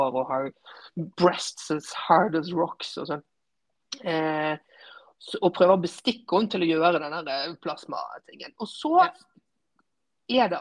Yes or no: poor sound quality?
yes